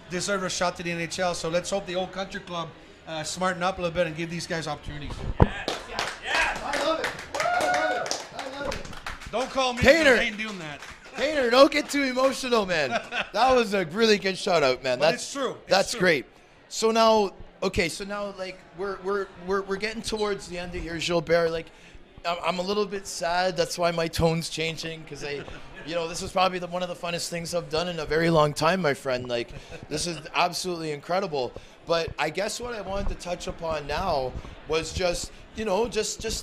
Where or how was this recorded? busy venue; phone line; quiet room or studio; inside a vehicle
busy venue